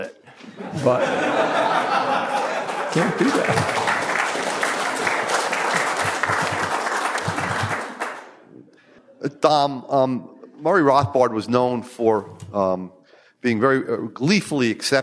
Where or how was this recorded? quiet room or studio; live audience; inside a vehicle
live audience